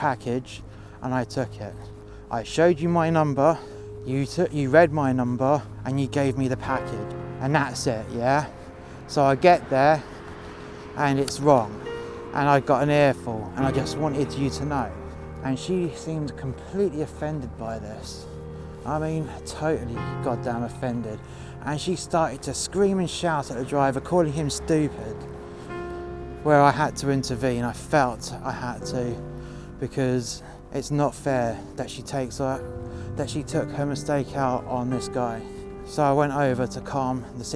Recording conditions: outdoors